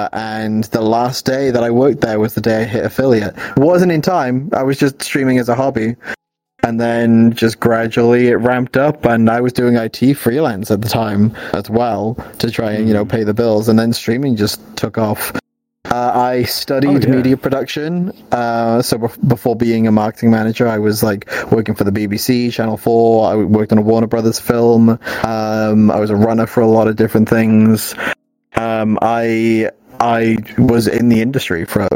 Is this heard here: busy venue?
no